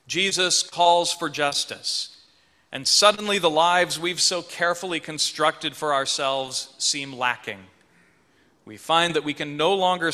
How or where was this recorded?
large echoing room